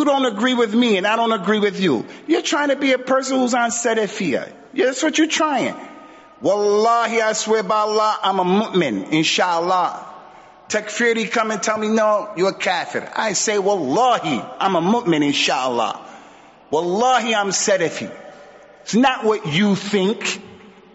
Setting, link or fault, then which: setting, large echoing room